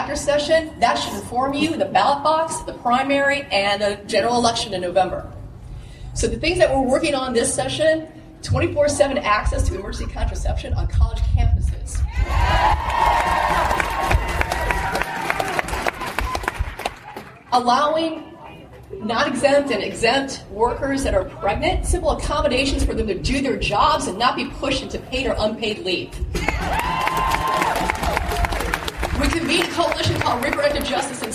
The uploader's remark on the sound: It was recorded in the field so audio is not great (but definitely audible).